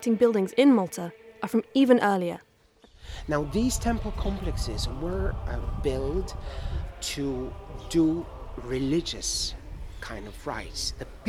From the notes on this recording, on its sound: Malta: land of sea and stone. Some on-location audio.